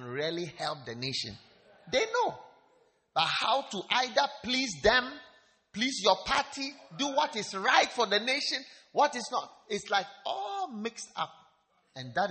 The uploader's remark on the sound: Preached at the Wisdom Impartation Service.